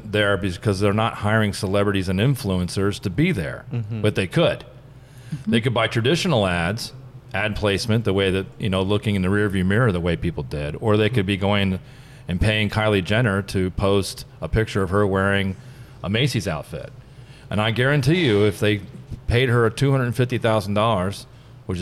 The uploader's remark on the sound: The team records a podcast live from San Francisco at an event on the coming apocalypse of retail. Joined by two special guests.